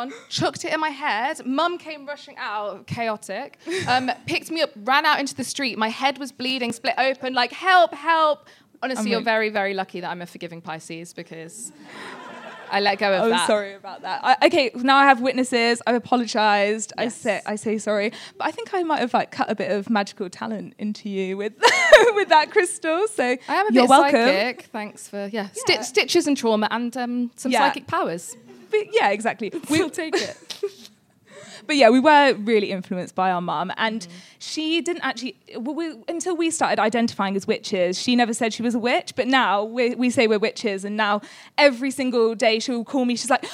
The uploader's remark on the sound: I was invited by Honey and the Hex to speak at the London Podcast festival back in the summer - the audio has just been released!